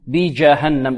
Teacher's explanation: الجيم شديدة كذلك، لابد من حباس الصوت عندها